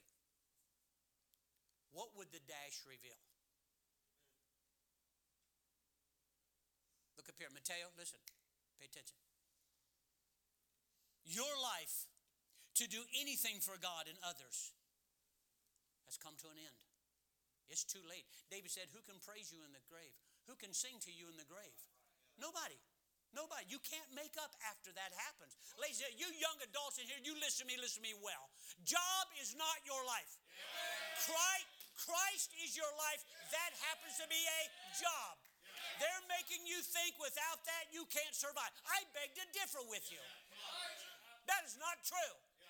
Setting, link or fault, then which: setting, large echoing room